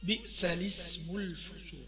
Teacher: فانت لما تيجي هتوصل بئس بالاسم في حالة الوصل، هي وجه واحد فقط، بتسقط همزة الوصل وتكسر اللام · Term: همزة وصل